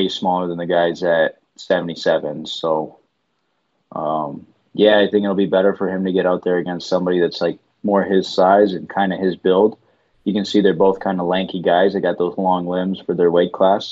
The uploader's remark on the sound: call in for the podcast!